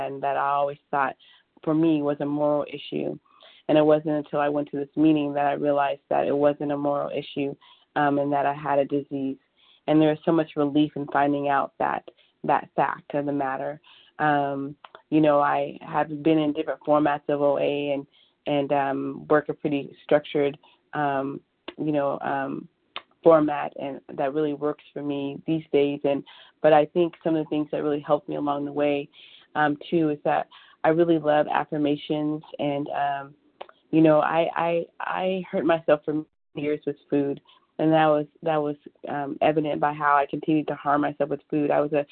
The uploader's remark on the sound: 100 Pounders Phone Meeting